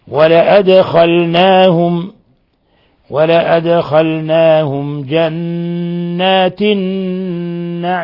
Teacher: لاحظوا الدال ساكنة قلقل